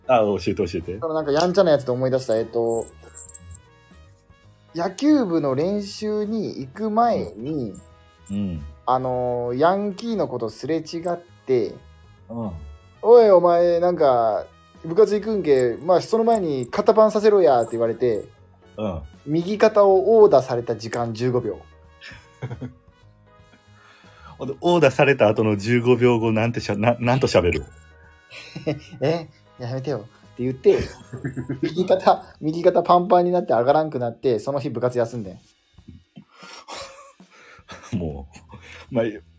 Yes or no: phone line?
no